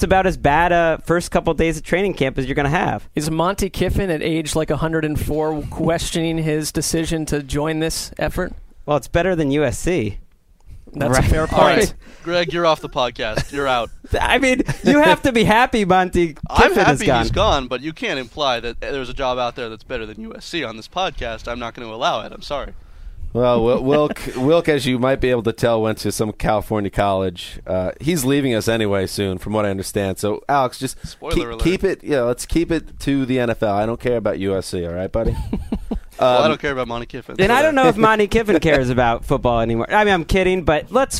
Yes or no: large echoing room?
no